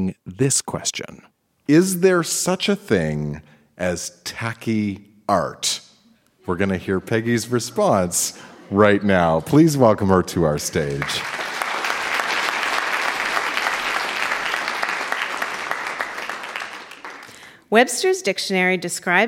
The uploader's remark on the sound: Recorded live at the Florence Simmons Performance Hall in Charlottetown.